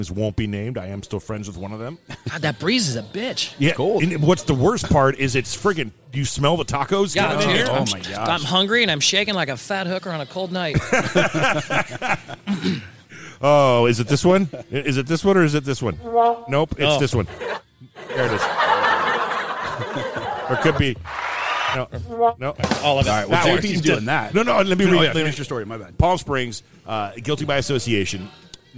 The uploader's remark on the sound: As we record on location at Weekend Brewing Co. In Grants Pass, Oregon!